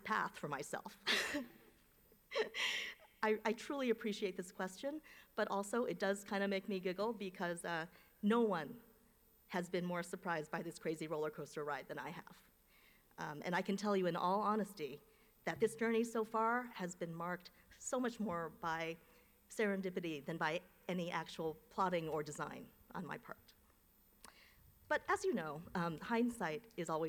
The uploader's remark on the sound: delivered remarks at UVA Law’s 2023 commencement ceremony